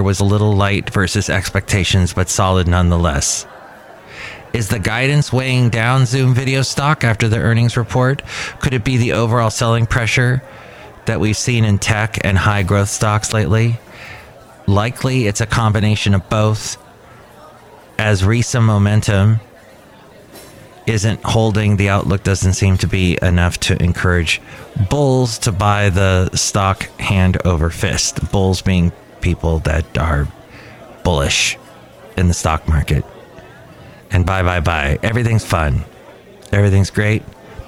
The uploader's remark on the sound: podcasts live from Cafe Anyway